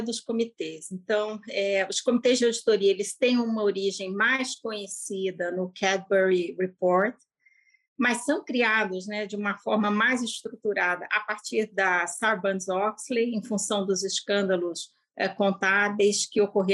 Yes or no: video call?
yes